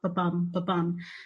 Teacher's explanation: The last couplet of each verse is very iambic. So that's where there's an unstressed syllable followed by a stressed one. So it creates the sound of a heartbeat, the ba-bum, ba-bum, ba-bum.